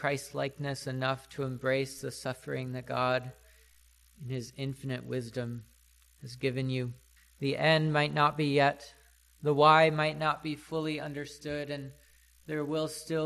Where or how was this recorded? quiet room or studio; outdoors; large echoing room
large echoing room